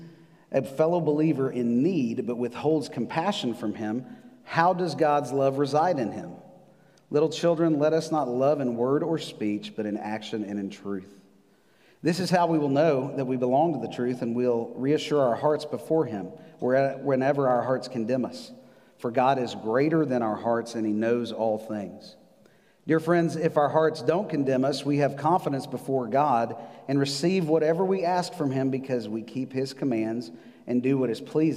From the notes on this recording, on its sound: Recorded live on November 8, 2020 at The Fellowship at Two Rivers.